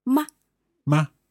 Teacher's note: the neutral tone is very short and light.